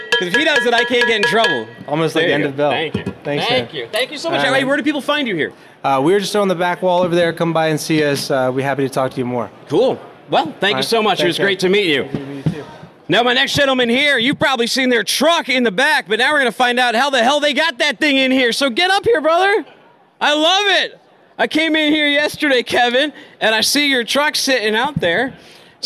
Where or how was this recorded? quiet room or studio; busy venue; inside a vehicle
busy venue